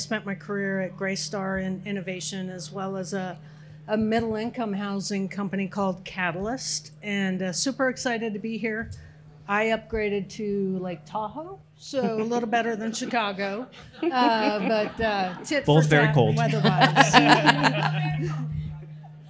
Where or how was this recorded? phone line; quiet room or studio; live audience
live audience